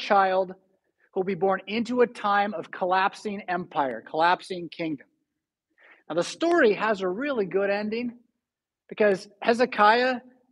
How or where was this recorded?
large echoing room